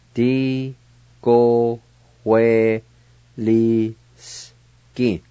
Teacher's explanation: There's a faint H sound right between the O and the W.